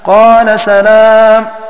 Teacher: فتكون قراءة الباقين بفتح السين واللام والمد أي بإثبات الألف بعد اللام